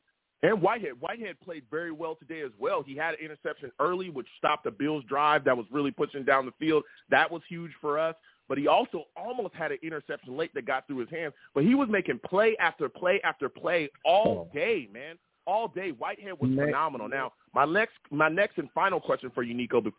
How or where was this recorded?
phone line